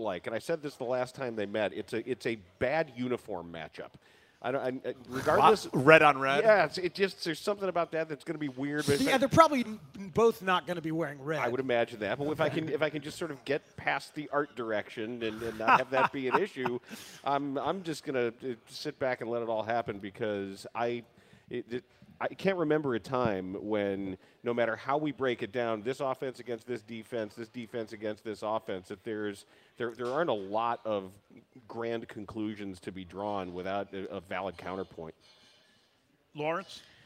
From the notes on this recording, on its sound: Live in Benchmark in Old Town for the Circa Big Game Watch Party.